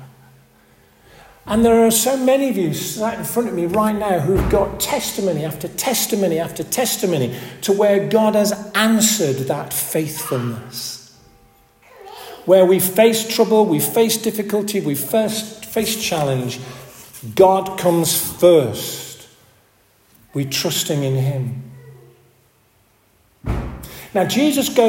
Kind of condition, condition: setting, large echoing room